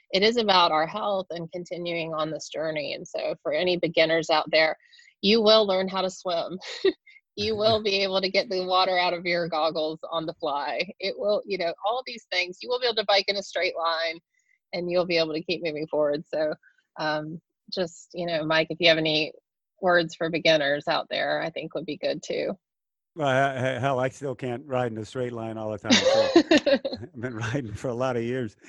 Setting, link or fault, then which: link, video call